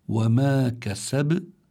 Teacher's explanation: وما كسب، كلمة كسب تنتهي بالباء، والباء سكنت لأجل الوقف، تسكن لأجل الوقف يعني تسكن لفظا لأجل الوقف، فبيكون عندنا لابد من الإتيان بالقلقلة، بقلقلة الباء، لأن الباء من حروف قطب جد